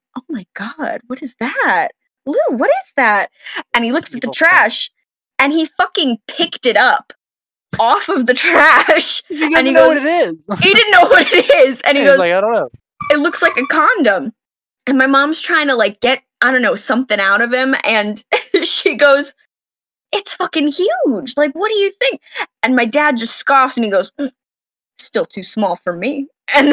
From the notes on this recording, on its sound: This audio was recovered audio, so the quality may be iffy